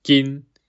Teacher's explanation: 在台语念金，没闭口，所以在粤语也没有闭口，是 N 韵尾